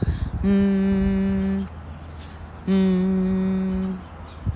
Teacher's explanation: 你嘴唇需要闭上，这个音发得出来，这时候你，你发出的音响是从鼻孔出来的